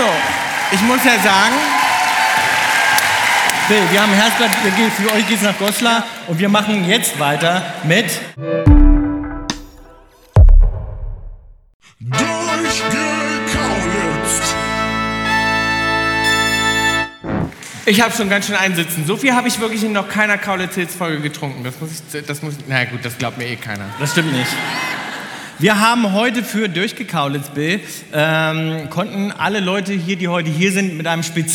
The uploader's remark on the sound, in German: Unter donnerndem Applaus betreten die beiden die mit Rollrasen und Gartenzwergen bestückte Bühne der Elbphilharmonie in Hamburg! Live-Episode in der Elphi.